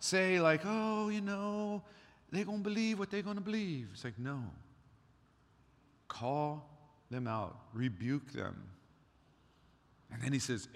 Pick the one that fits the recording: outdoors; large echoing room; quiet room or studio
large echoing room